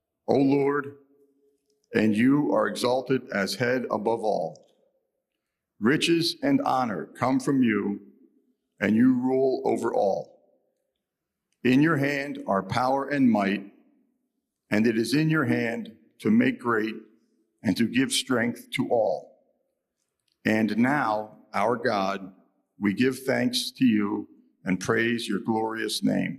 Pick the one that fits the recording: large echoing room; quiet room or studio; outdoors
large echoing room